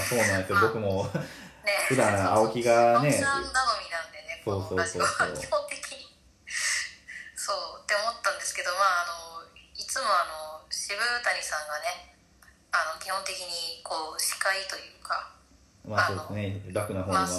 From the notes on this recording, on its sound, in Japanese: リモート収録。